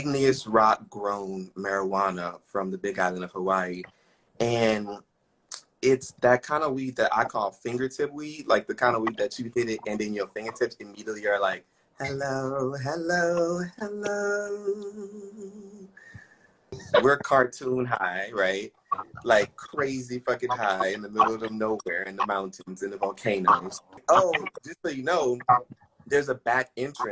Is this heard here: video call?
yes